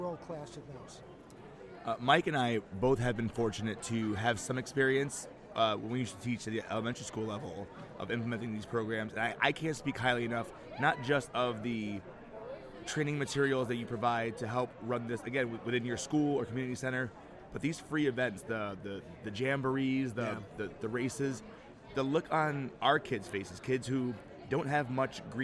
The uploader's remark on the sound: Live from SHAPE Nashville Day 2!